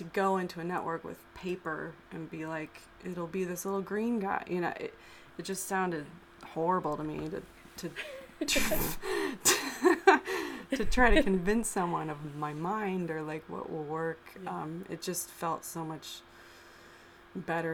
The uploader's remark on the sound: Sorry about the background fuzz!